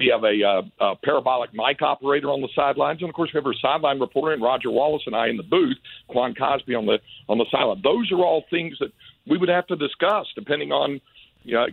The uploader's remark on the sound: hop on the phone